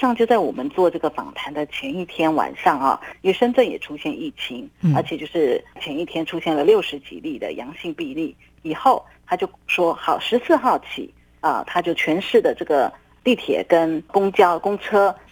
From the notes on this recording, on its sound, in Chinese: 連線訪問中央社駐上海記者。